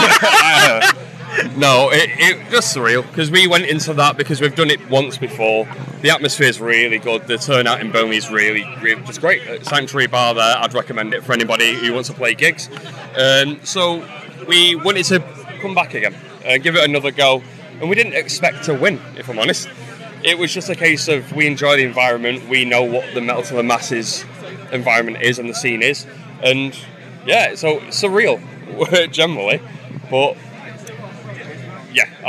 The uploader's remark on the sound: Live from Bloodstock 2023. We talk all about their set at the festival earlier on that day.